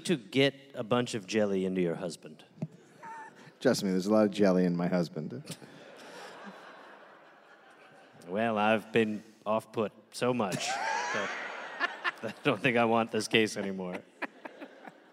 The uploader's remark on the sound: Recorded live in Adelaide, Australia